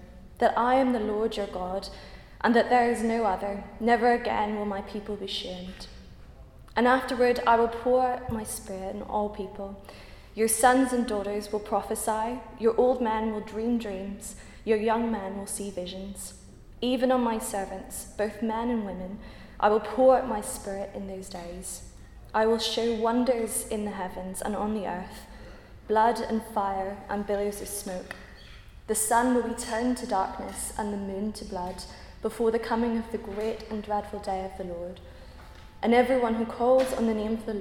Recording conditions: large echoing room